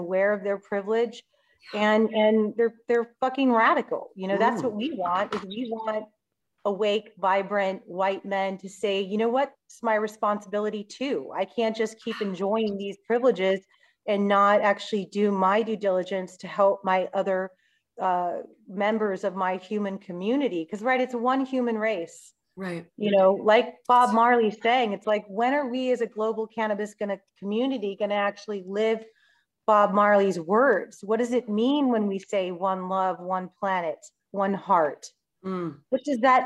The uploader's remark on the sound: Recorded in New Braunfels, Texas via Zoom.